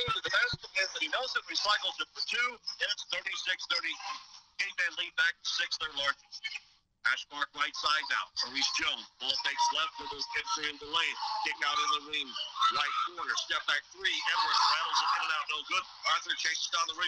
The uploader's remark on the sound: we apologize for the technical difficulties